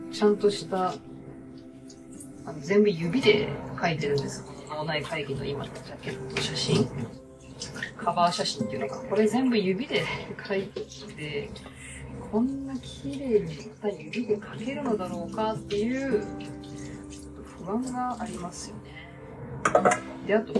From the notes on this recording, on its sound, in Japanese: 本日は初めて料理をしながらのラジオ収録を行いました。